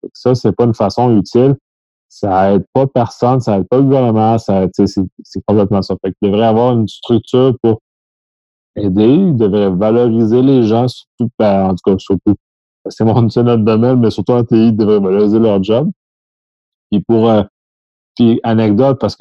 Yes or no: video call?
yes